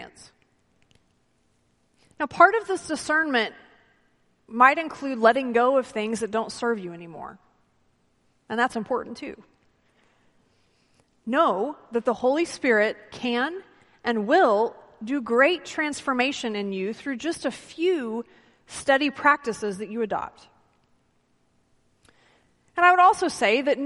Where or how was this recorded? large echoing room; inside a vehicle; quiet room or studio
large echoing room